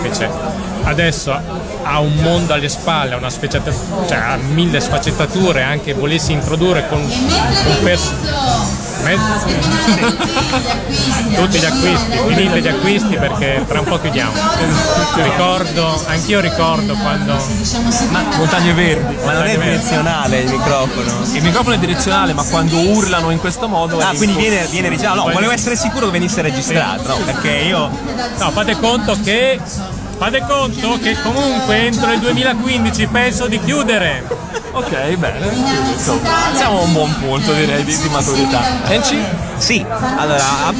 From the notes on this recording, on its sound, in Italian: Da Lucca Comics & Games 2012 la nostra intervista